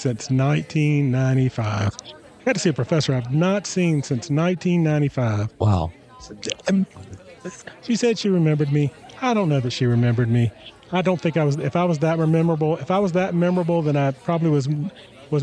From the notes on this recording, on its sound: joined us at our booth during the 2024 ACSW Convention in Orange Beach, Alabama for our first ever on-location podcast!